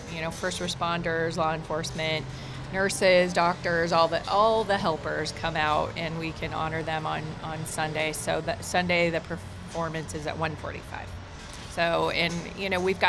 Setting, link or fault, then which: setting, busy venue